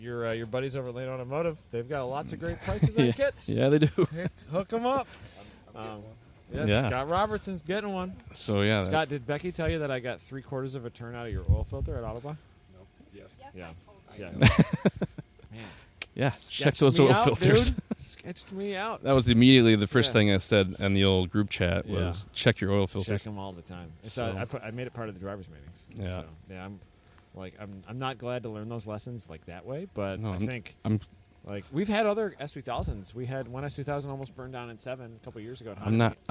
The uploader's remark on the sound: In the Paddock at West Michigan Honda Meet 21